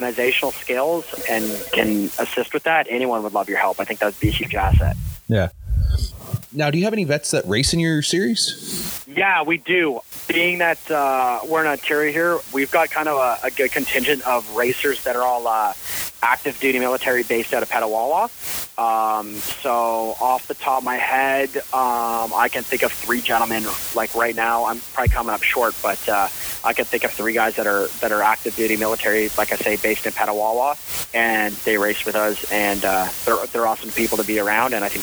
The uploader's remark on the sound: This episode we had some technical issues